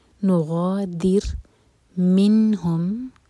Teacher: نون پر جھٹکا نہ ہو نون ساکن پر